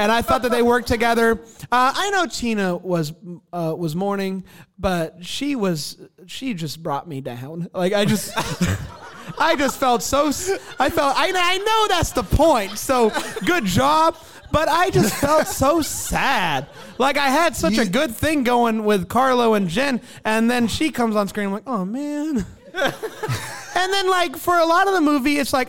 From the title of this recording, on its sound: LIVE from Greenville, SC